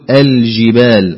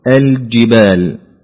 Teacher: الجيم لا تكن قريبة من الشين · Shown in: second take · فلا تقل الجبال، ولكن قل الجبال. · Term: حرف الجيم